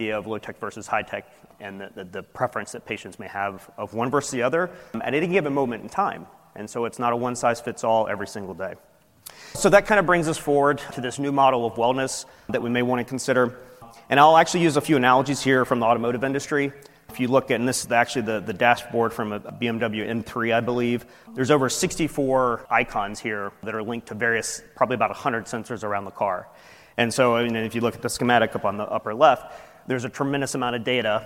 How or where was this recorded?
live audience